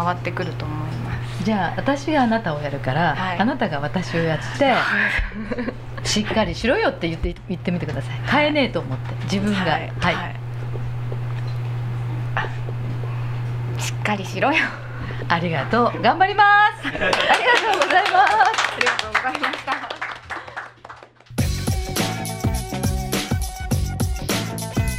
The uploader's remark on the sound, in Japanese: オーガニックワインバー喃喃 麻布十番ストアより公開収録！